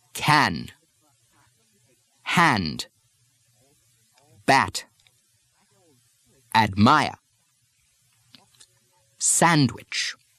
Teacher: make sure that you don't use the eh pronunciation that's heard in many American regional dialects.